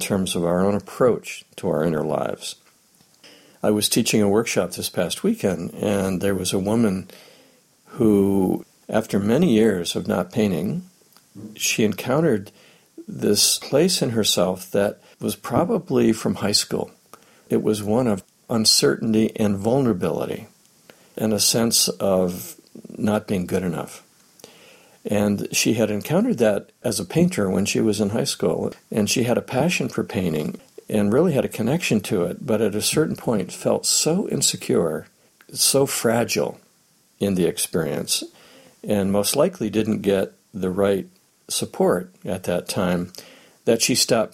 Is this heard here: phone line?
no